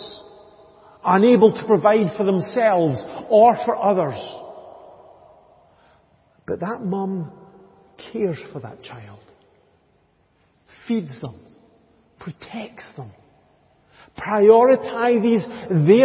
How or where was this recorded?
large echoing room